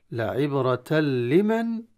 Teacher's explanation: إدغام التنوين في اللام يكون إدغاما تاما من غير غنة